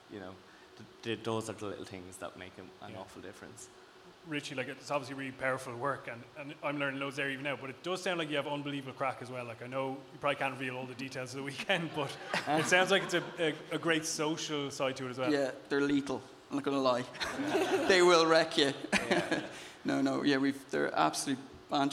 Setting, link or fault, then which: setting, live audience